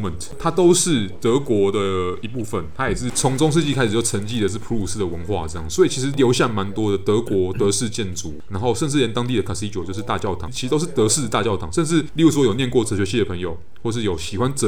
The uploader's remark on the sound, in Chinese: 本集白噪音指數：蚊風級 1/5。錄音地點：515 Cafe & Books。